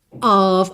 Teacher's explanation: Vai ter som de OV, tá? Nem o O tem som de O, nem o F tem som de F.